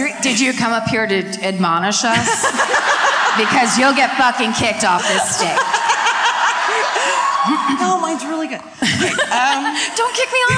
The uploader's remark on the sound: Live At The Majestic Theatre in Dallas